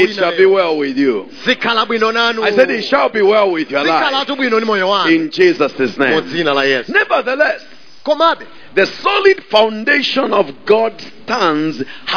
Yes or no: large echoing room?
yes